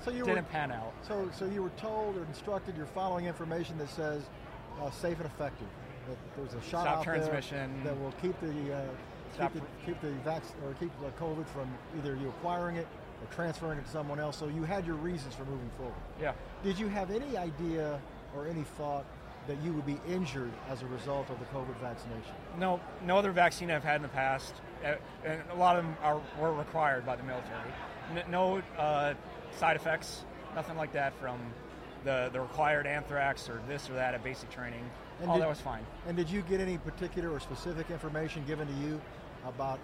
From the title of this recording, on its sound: Podcast at AmFest